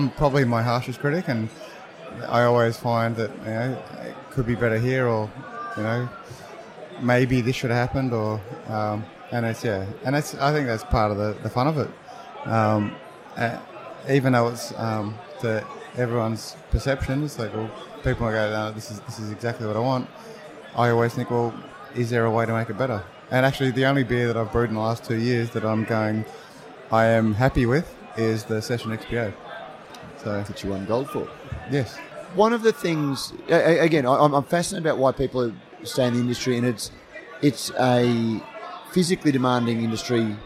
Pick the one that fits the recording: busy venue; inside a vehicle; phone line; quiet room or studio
busy venue